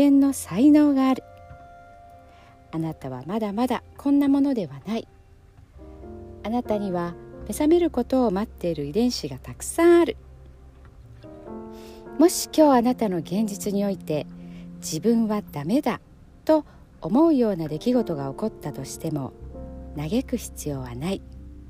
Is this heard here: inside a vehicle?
yes